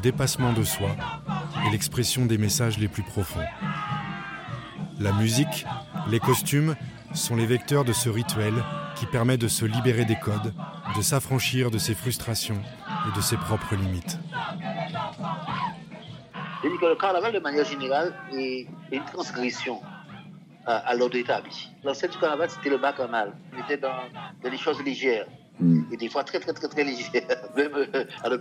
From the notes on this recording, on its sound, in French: Cet épisode relatera les différentes étapes du carnaval par des enregistrements réalisés pendant les préparatifs, les répétitions et les défilés dans les différents quartier de Pointe à Pitre.